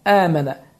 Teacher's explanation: Fikir verin, həmzədən sonra əlif gəlir. Və bu zaman bu, deməli, iki hərəkə miqdarında uzadılır. · Term: məddül bədəl